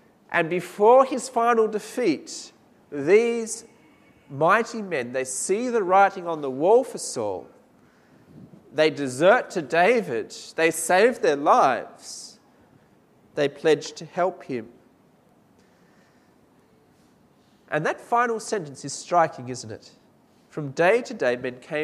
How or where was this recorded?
large echoing room